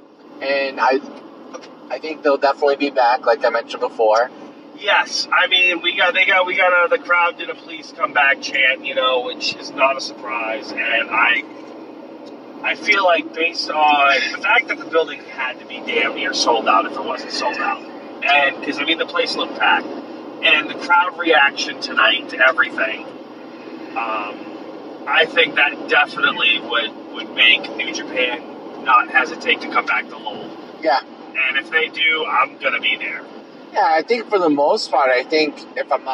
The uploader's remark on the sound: The show as recorded in two parts, on the road down and back from the show.